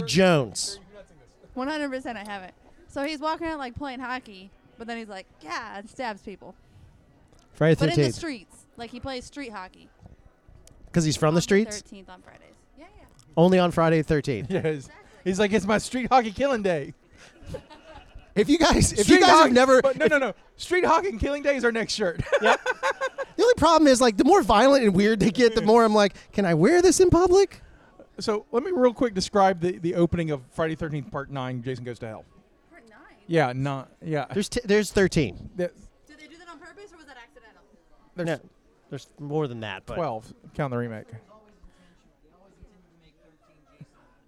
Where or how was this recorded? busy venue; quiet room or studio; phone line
busy venue